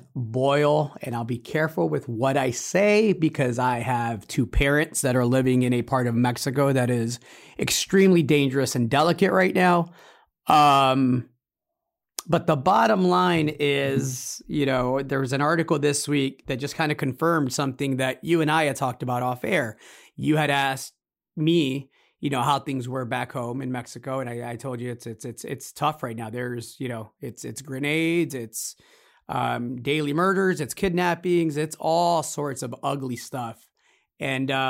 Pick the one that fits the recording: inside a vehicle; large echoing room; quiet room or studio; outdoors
quiet room or studio